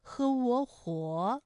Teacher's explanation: 我们的唇形始终是圆形的，舌位的动程呢是由高到半高，在归音的时候呢是要弱收到位的。我们要注意到的是窝的唇形，而不是 · Term: 复韵母